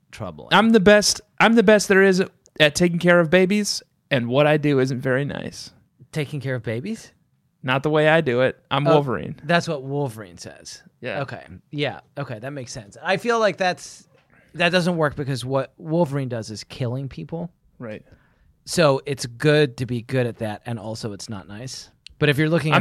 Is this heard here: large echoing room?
no